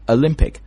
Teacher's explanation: 因为这个重音是在 lim 上面